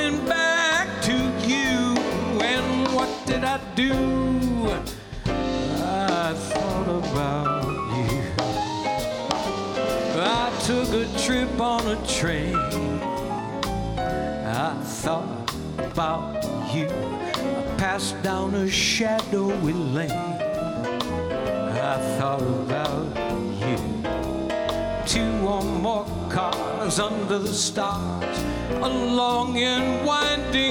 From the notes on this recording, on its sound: Live at the South Point Casino